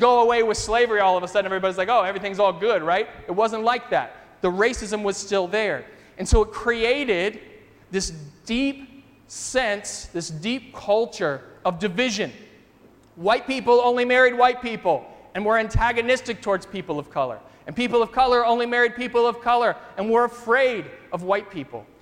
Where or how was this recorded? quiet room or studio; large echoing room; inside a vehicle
large echoing room